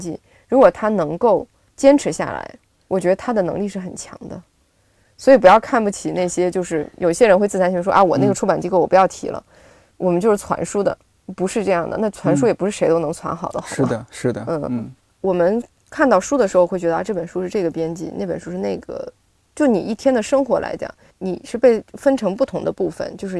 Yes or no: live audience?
no